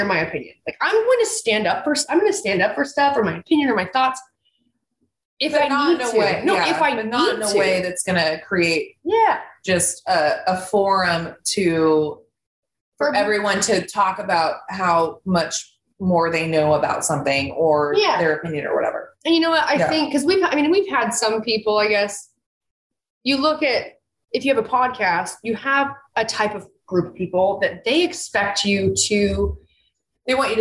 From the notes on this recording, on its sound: Zooming with each other! In the same room!